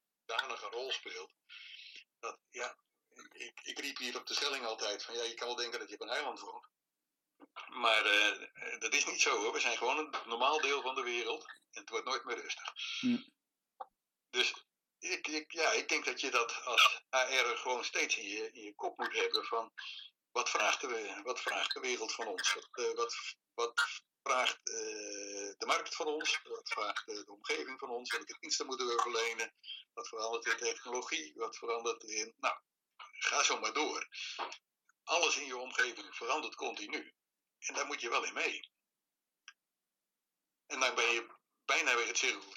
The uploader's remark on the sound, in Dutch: Helaas is de kwaliteit van het geluid om onbekende reden veel minder dan normaal